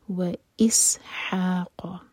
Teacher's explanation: حا حلق سے لائٹ اور قاف ہیوی